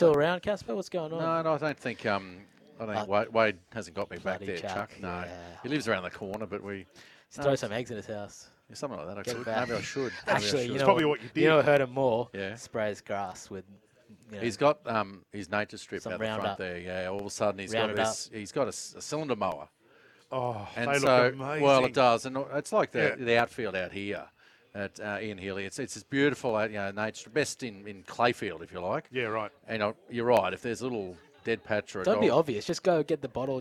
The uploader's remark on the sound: LIVE from Ian Healy Oval